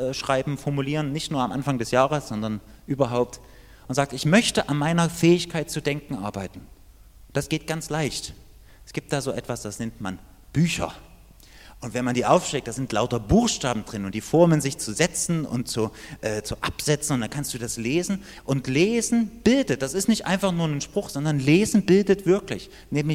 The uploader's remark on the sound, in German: Die Predigt ist aus dem Gottesdienst vom 7.